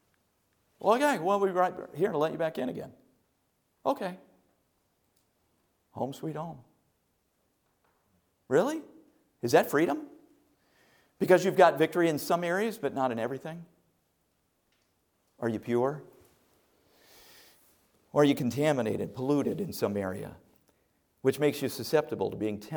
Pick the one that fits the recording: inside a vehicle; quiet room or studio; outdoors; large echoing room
large echoing room